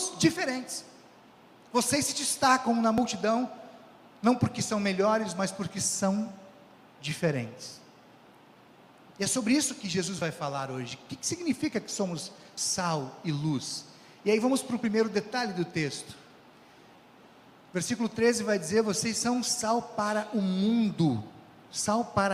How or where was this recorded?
large echoing room